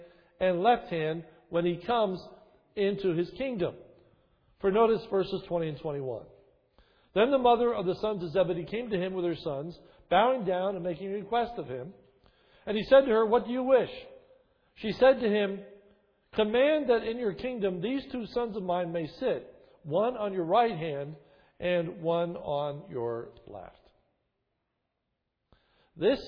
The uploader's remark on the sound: This is a sermon recorded at the Lebanon Bible Fellowship Church, in Lebanon, PA, on 4/17/2011 during the morning service. The sermon was given during Palm Sunday, 2011.